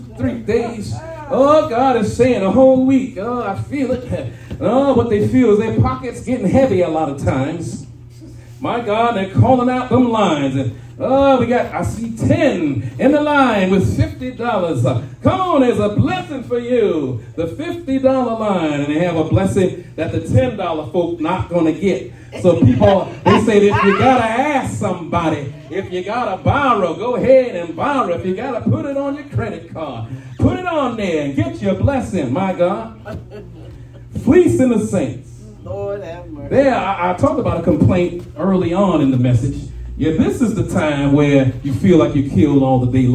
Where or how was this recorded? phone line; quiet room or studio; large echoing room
large echoing room